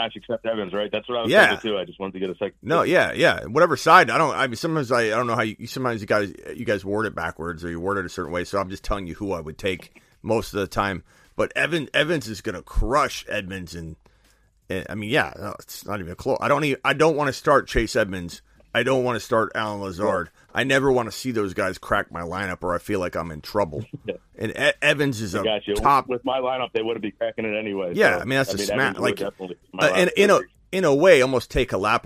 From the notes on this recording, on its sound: takes phone calls